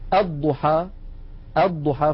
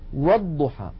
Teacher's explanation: هذه الهمزة كما نعلم تثبت في بدء الكلام وتسقط في وسط الكلام · Term: همزة الوصل